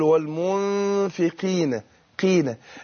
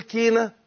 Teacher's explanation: القاف هنا ايه مكسورة، هتاخد ادنى درجات التفخيم · Shown in: first take · اقول والمنفقين قينة، لا اقول كينة تبقى كاف، ولا اقول قينة ازود في تفخيمها، لا هي وسط بين الاثنين، المنفقين قينة قاف عين.